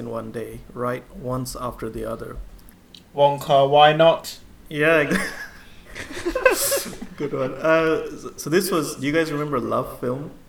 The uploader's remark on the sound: Apolgies for the occasional echo and interference, we decided to record this pod in the batcave.